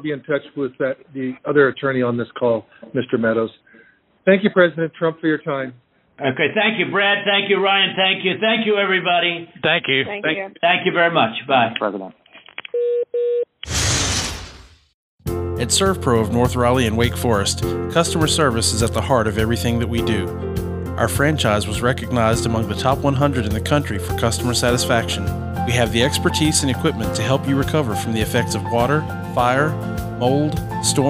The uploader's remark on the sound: the uninterrupted, unedited phone call